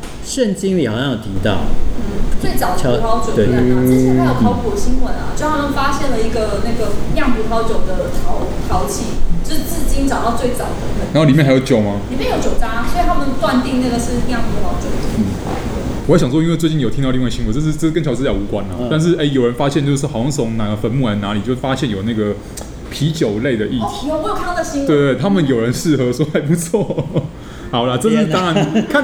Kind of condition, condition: setting, busy venue